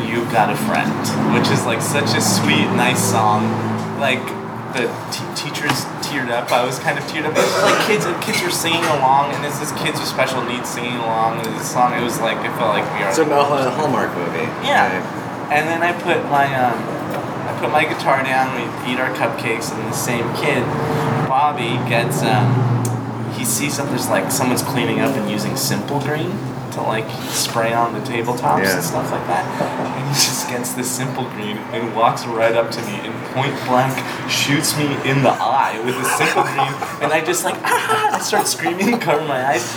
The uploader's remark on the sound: At Rutt's Cafe in West LA.